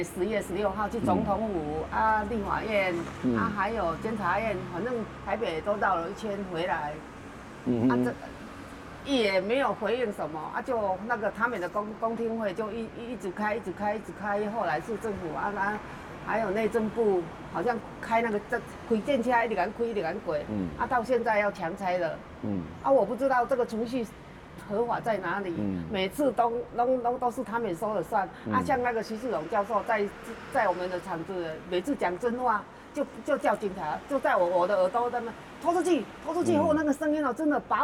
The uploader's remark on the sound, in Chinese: 本集節目因於鐵軌旁錄製，環境音會比以往節目大，請聽眾朋友諒解。